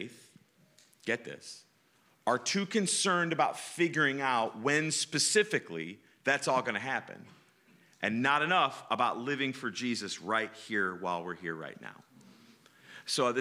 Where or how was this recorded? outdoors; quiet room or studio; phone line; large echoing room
large echoing room